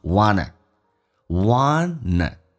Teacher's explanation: NT 组合一般来说 T 可以去掉就可以在口语化当中说成 wanna